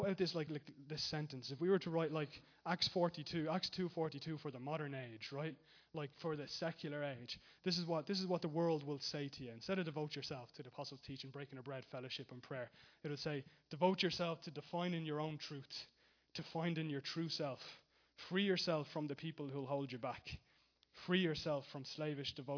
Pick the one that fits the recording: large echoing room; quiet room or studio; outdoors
large echoing room